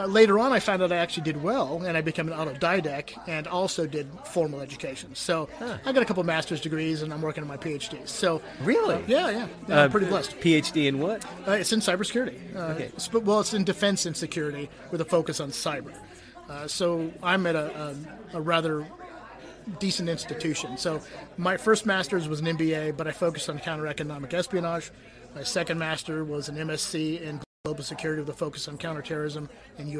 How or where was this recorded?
busy venue